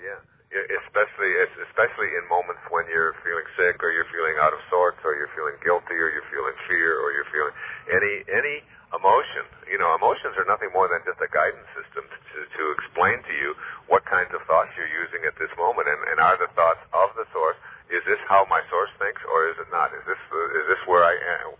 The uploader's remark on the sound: this phone interview